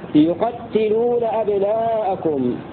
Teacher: قوله وفي يقتلون خذ، قرأ القراء السبعة إلا نافع بضم الياء وفتح القاف وكسر التاء مشددة يقتلون أبناءكم، هكذا قرأ القراء السبعة يقتلون للمبالغة.